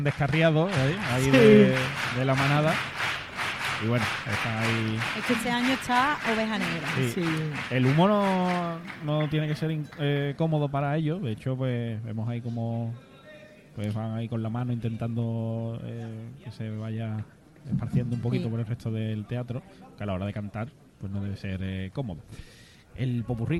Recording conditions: live audience